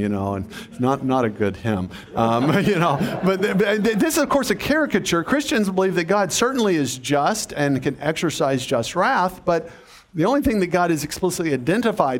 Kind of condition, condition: setting, live audience